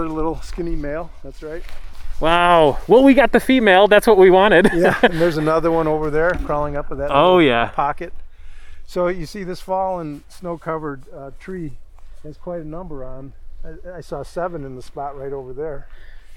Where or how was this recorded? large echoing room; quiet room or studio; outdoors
outdoors